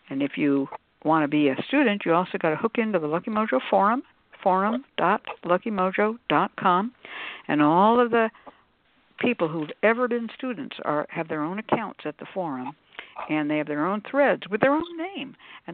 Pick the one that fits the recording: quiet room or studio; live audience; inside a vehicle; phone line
phone line